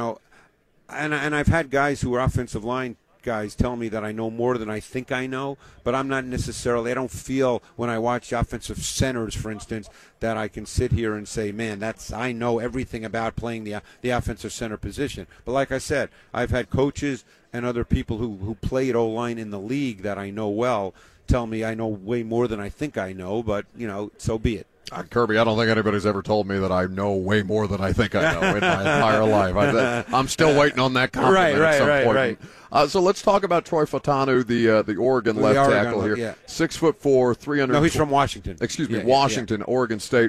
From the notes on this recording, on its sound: LIVE from the NFL Combine